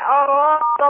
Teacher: الهمزة دائما مرققة. الدال كمان مرققة.